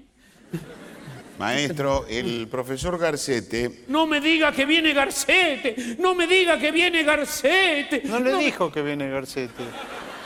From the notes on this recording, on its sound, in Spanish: Grabado en vivo en: Teatro Coliseo. Buenos Aires.